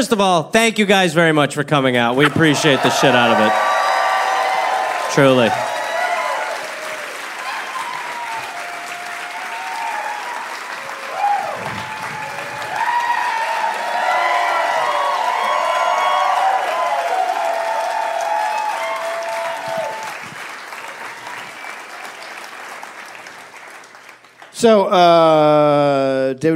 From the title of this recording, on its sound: Live in NY